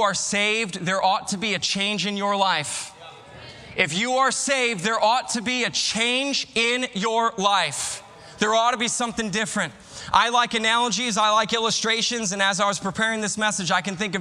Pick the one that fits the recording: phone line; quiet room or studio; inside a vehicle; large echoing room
large echoing room